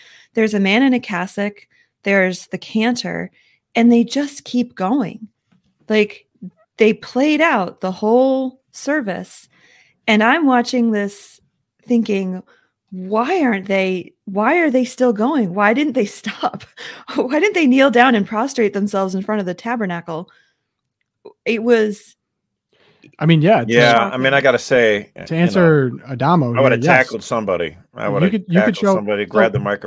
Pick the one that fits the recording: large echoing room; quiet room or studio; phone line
quiet room or studio